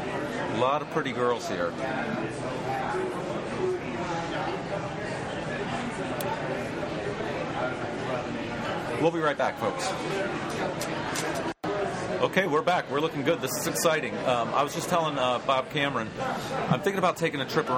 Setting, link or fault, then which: setting, busy venue